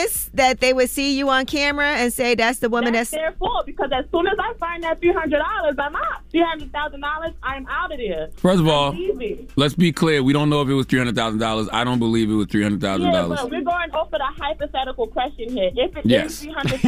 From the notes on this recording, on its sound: We opened our phone lines to first let our listeners vent about anything that has been bothering them.